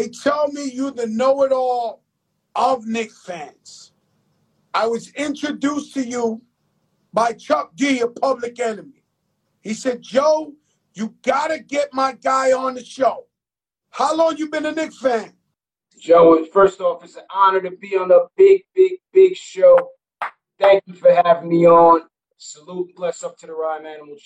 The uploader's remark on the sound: on IG Live